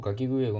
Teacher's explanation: 喉の奥の方というか、えー、これ軟口蓋というところで発音していて